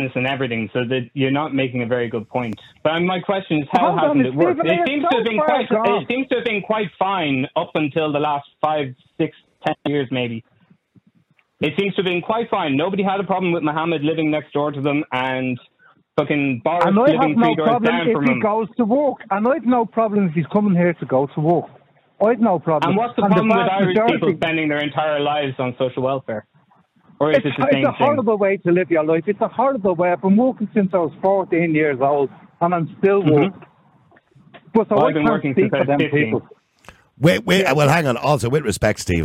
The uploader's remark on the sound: Opens up the phone lines, allowing callers to share their views.